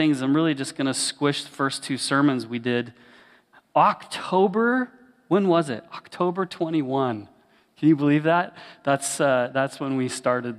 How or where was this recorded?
large echoing room